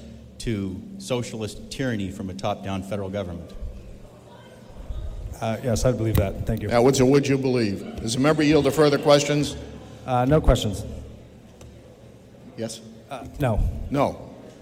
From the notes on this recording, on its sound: This is a live recording of the New Hampshire House of Representatives from March 10, 2022.